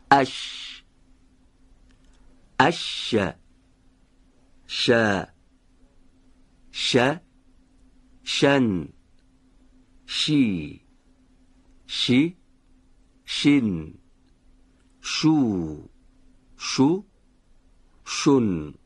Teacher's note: این حرف از بین سقف دهان و وسط زبان به تلفظ در میاد. دقت بفهمید، هنگامی که نزدیک میشه وسط زبان به سقف دهان، مجرای تنگی در این ناحیه به وجود میاد که اگر هوا با کمی فشار به صورت سایشی و بدون ارتعاش تارای صوتی از این مجرا عبور کنه، صدای حرفشین تولید میشه.